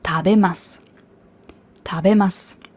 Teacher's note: Das heißt zwar tabemasu, aber das U wird ja nicht ausgesprochen, das verschluckt.